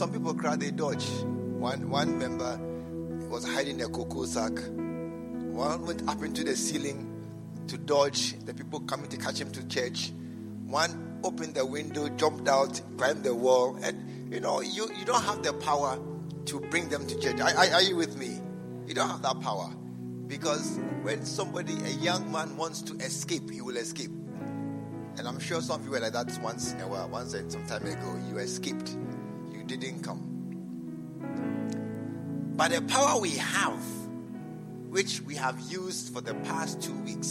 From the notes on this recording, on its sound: preached at the True Vine Cathedral, Bantama